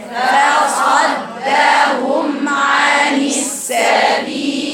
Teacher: فاء رقيقة، فاء رقيقة، صاد مفخمة، اتنين ذر رقيقتين.